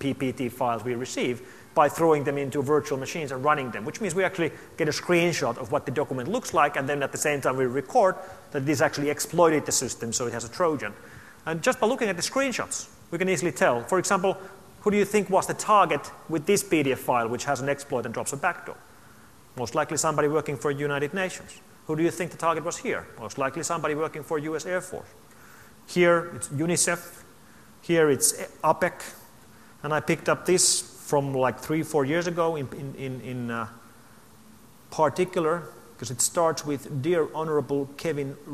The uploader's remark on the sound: opening keynote to the AusCERT 2012 conference